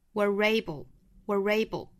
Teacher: 那 a 的音如果遇到了元音就需要加 re